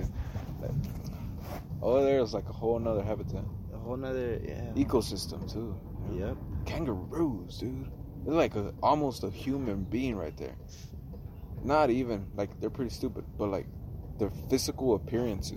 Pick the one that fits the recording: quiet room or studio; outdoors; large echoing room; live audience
outdoors